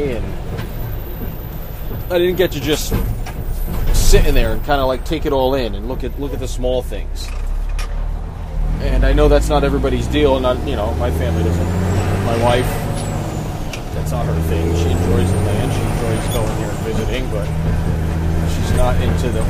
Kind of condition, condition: setting, inside a vehicle